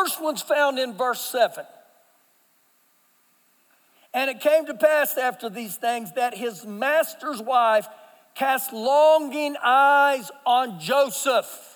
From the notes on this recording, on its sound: Recorded live during our Sunday Morning service